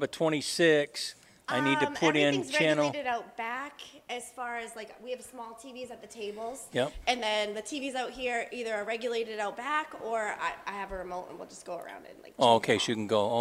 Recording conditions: busy venue